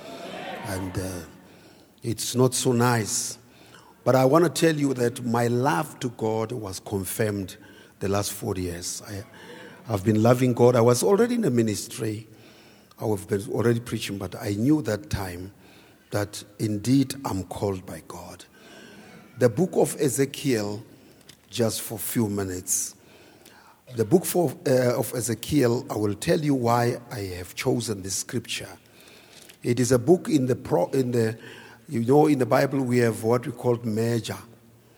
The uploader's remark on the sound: Preached at Grace Bible Church Pimville.